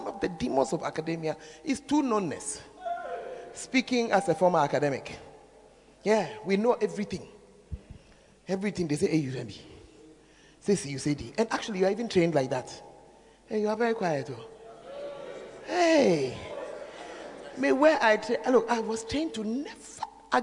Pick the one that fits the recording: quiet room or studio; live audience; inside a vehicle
live audience